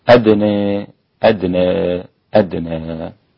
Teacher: كلمة أدنى أيضا أيها الأحبة فيها الإمالة والفتح والتقليل